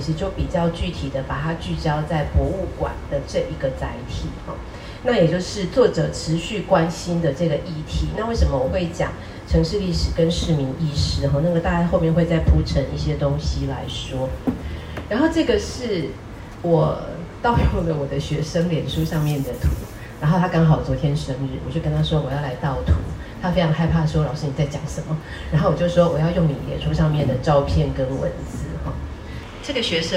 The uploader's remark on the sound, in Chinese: 本集節目為《臺北．城市．博物館》新書座談活動側記音檔。活動現場錄音，聲音無法與錄音室匹敵，敬請見諒。臺北．城市．博物館》新書講座。